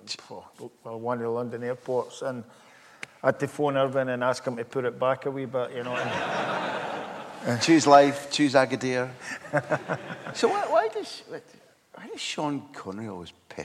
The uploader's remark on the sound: live during the Aye Write book festival in Glasgow